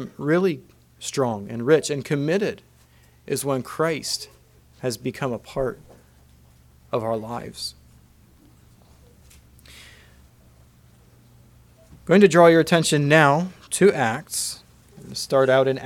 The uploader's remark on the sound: Message preached at Word Of Hope on July 23, 2023